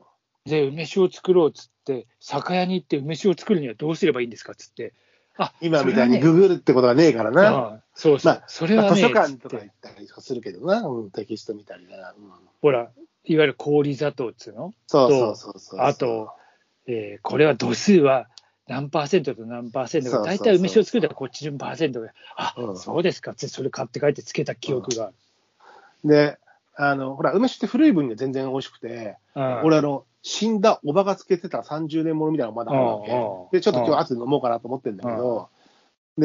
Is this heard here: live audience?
no